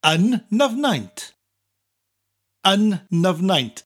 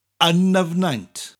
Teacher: we take those 2 n sounds, an and Nyfnaint, and run them together so they sound like one word.